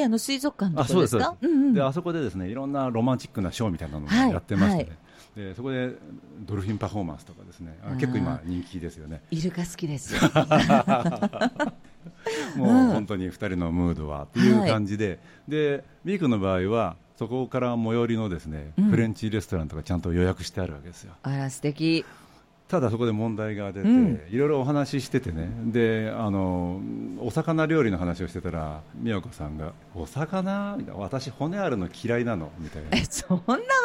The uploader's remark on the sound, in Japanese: 5/13に都内で開催した公開収録の模様をノーカット【完全版】としてお送りします。